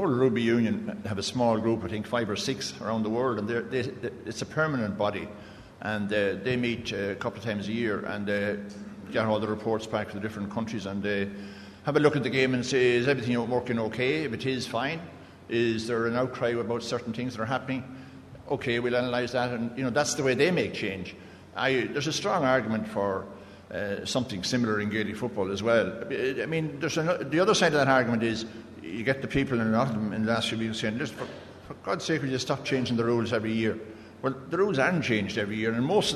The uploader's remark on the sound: The Panel at the GAA Games Development Conference.